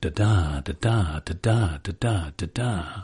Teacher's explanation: We compose iambic verse with the stress on the second syllable